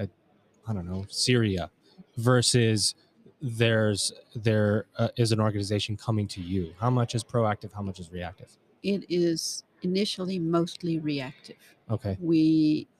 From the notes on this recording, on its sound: LIVE from the WISE Summit 2021. Recorded LIVE & in person from the 2021 World Innovation Summit for Education (WISE).